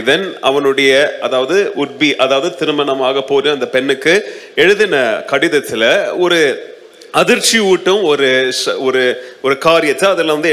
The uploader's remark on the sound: Mission Sunday Second Service Sermon Live